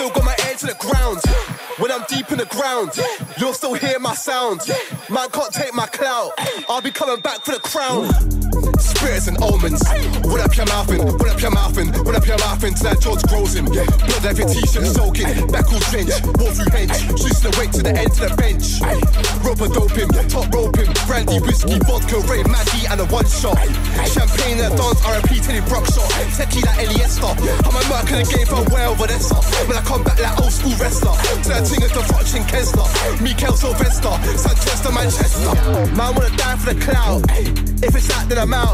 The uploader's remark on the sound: This one is from in Washington DC at a party called Amalgamation